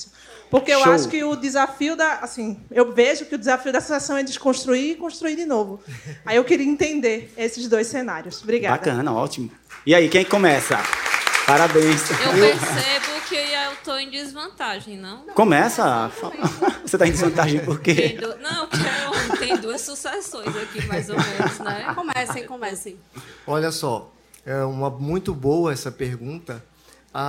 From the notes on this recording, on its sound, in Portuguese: Especial Edição Arena. Com um público incrível!